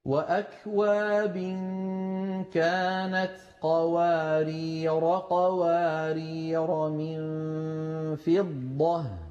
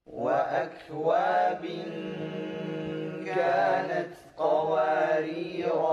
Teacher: لاحظنا كيف ألف قوارير لما وصلنا حذفناها ولما وقفنا أثبتناها، يعني نطقناها